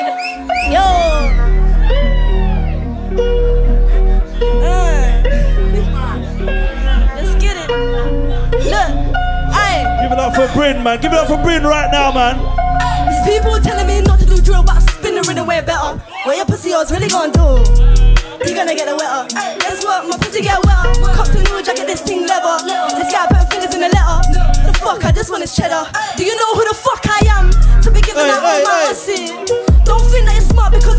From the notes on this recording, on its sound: MY LIVE SET FROM RICH LONDON UNLOCKED PARTY